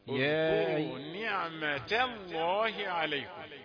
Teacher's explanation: نعمة تا تا تا ما تتخنش، مش نعمة الله، نعمة الله تا تا رقيقة وتيجي بعدها لفظ الجلالة لا تتأثر بها